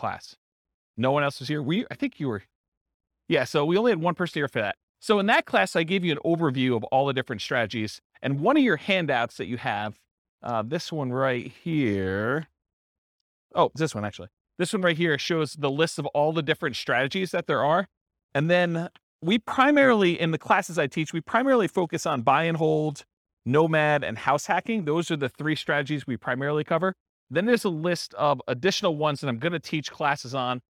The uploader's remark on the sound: This was a live class recorded.